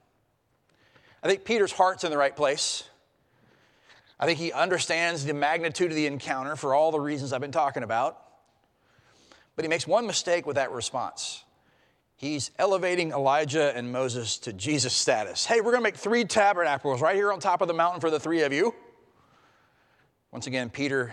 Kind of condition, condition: setting, large echoing room